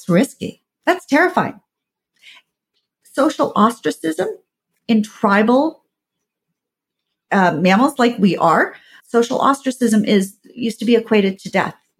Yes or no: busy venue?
no